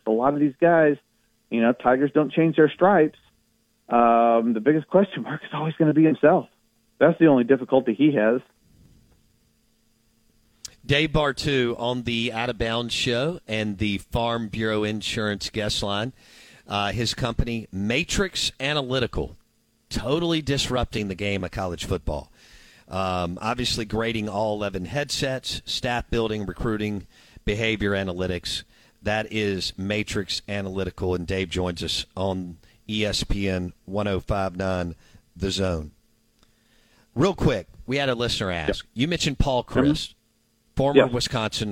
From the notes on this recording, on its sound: joins the show live on the Farm Bureau guest line